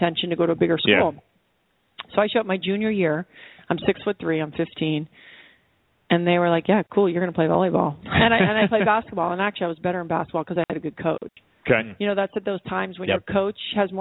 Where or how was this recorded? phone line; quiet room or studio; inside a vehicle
phone line